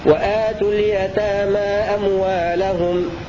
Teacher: هذا قالون على قصر منفصل اتفق معه ابن كثير وأبو عمرو